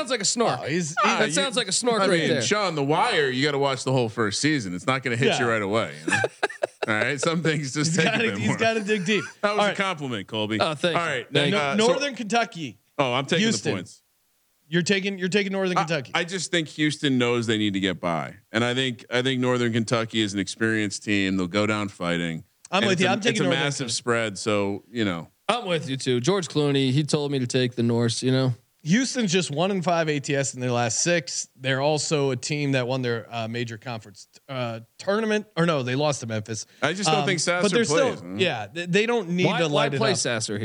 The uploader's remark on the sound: Live from The Wynn in Las Vegas. Are live from The Wynn in Las Vegas giving out their March Madness picks .